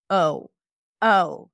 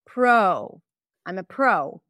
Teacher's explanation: It's a diphthong, so that means it's a changing vowel from an O to an U. It's not a pure U sound, it's a bit more open.